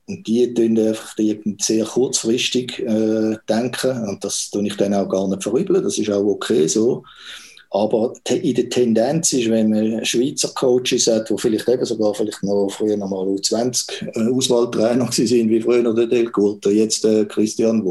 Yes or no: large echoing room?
no